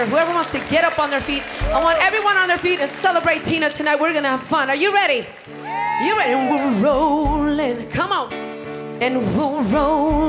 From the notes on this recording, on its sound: Live at the South Point Casino